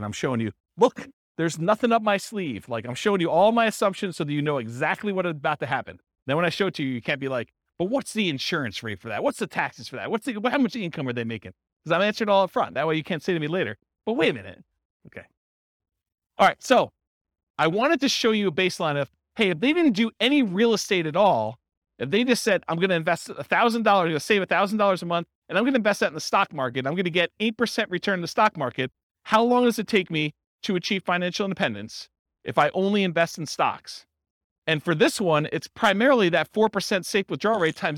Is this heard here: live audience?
yes